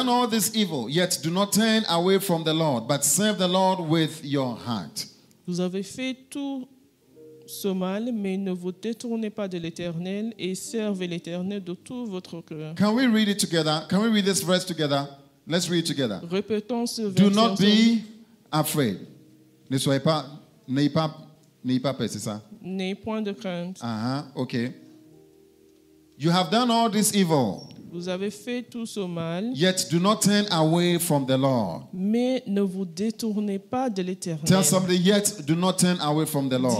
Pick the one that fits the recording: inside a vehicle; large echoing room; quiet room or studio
large echoing room